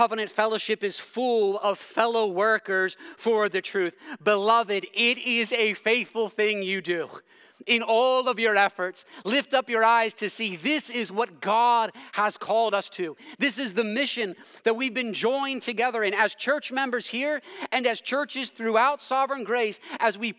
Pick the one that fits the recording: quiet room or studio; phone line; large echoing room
large echoing room